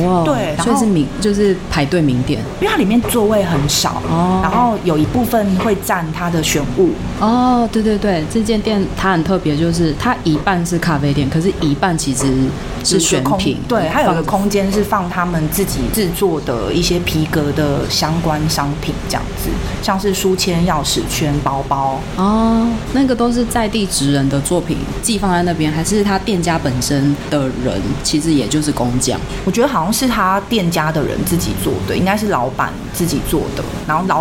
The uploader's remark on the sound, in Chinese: 本集白噪音指數：蚊風級 1/5。錄音地點： Tenshima 天島咖啡。